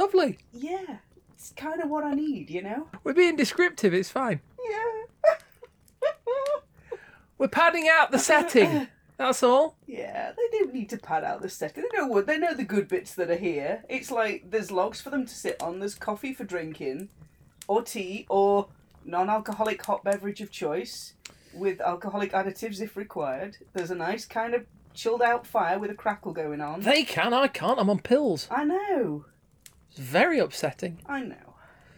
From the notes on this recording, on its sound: Background fire ambience